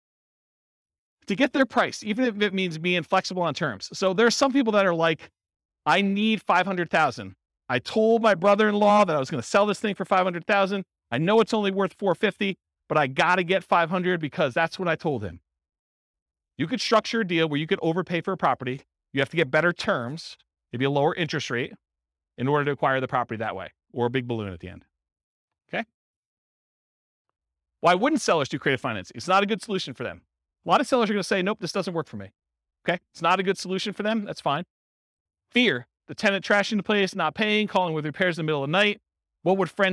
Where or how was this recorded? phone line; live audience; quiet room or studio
live audience